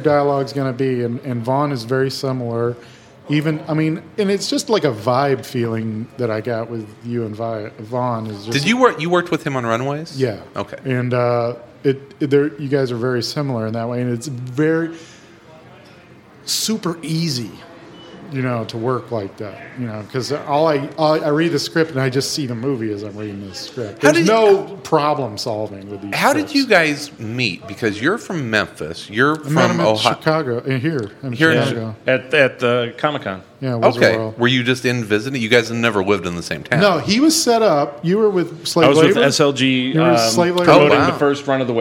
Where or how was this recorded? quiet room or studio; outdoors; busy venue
busy venue